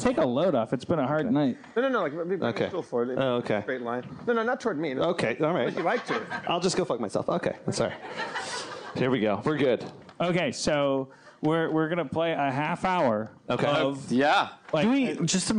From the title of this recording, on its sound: Live From The SeeSo Launch at the New York Television Festival 2015